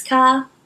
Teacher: So what tends to happen is, like with a Boston accent, you basically replace the R with an AH